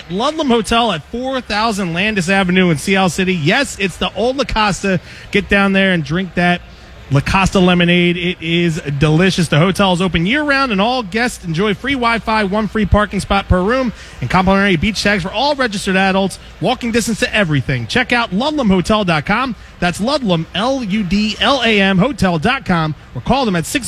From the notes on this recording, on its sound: LIVE at Xfinity Live! In South Philly.